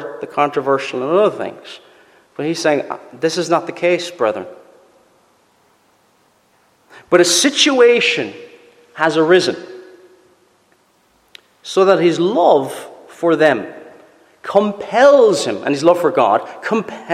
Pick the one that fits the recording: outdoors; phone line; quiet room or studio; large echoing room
large echoing room